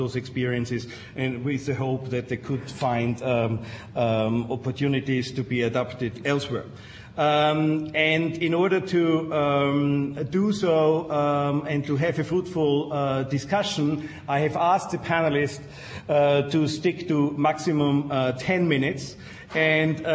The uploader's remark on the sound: Princeton Colloquium on Public and International Affairs - Day One - Dodds Auditorium 10:00 am session